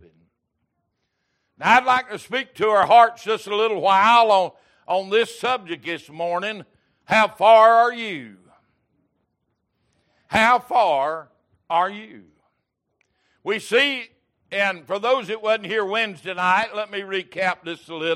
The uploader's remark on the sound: Recorded October 16, 2022 - Sunday Morning Servcie